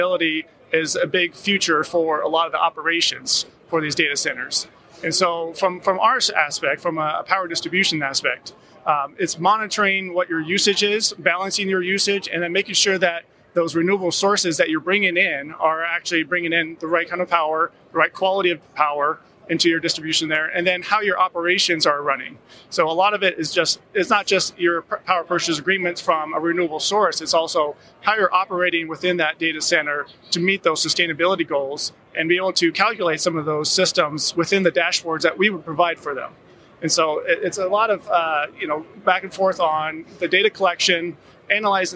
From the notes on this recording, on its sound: from the Channel Partners Conference & Expo showroom floor